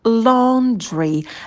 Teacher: На л у нас язык идет на альвеолы, мы этот звук вытягиваем. Ло, потом у нас долгий звук о, тоже такой волнообразный, тянем его.